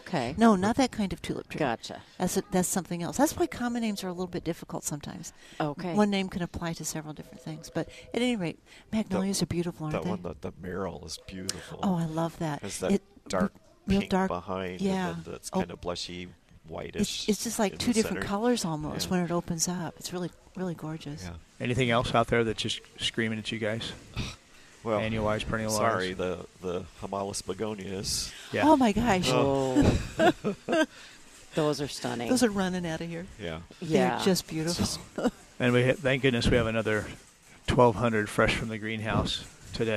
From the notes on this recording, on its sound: Every Saturday live from Prairie Gardens.